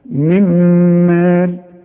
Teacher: هندغم بقى النون الساكنة دي في الميم